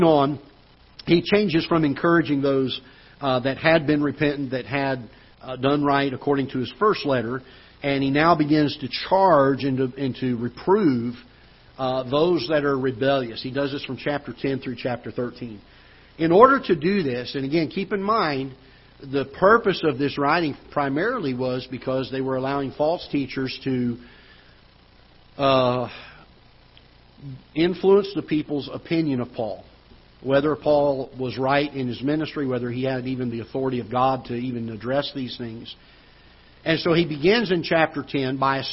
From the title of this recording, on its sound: Ketha Heights Baptist Church ~ Live Broadcast